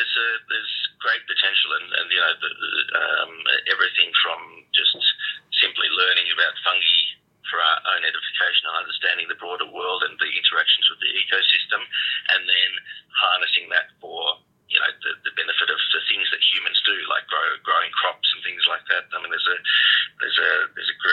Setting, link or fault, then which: link, phone line